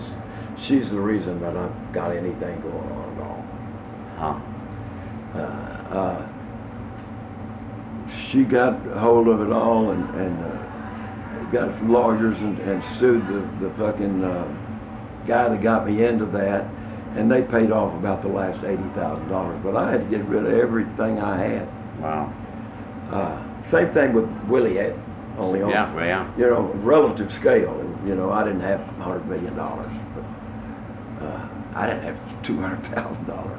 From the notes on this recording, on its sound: Backstage interview turned podcast, recorded during Americanafest in Nashville this year.